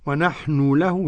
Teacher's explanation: الضمة هاخد منها جزء، ما ضمش الضمة كاملة · Term: اختلاس